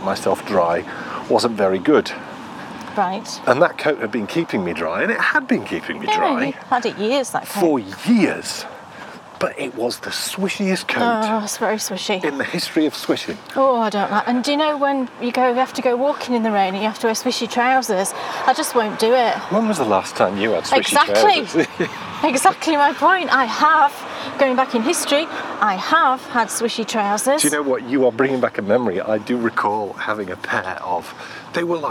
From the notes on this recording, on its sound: you need your walking boots for this one because its time to get a little muddy as we take a walk in the woods